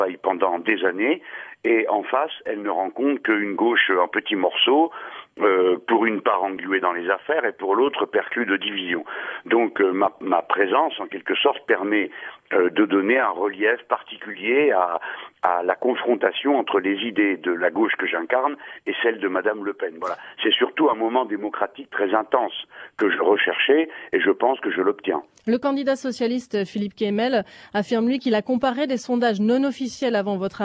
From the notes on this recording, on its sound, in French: Il a r&#233;pondu par t&#233;l&#233;phone. Interview dans la matinale de France Bleu Nord. Il a répondu par téléphone.